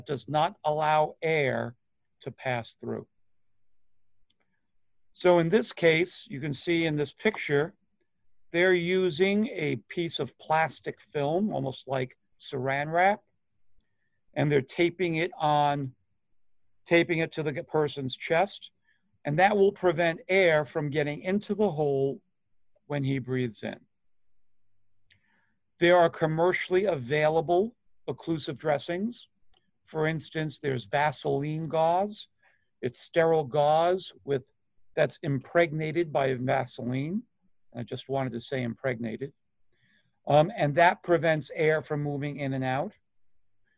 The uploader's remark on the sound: Online Session Audio